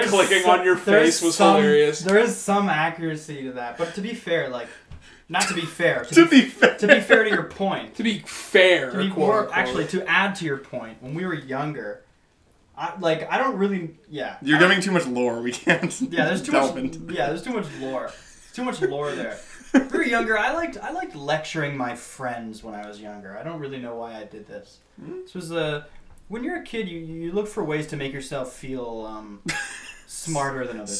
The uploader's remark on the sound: sorry for the audio on this one.